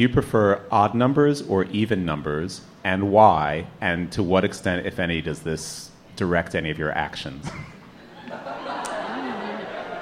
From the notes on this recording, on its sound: Ask Roulette is a conversation series in which strangers ask each other questions on stage. This excerpt is from our October regular show at Housing Works Bookstore.